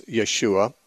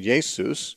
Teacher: there's an SH in Yeshua because the Hebrew language had SH. The Greek language does not have the SH sound, so it's just the S sound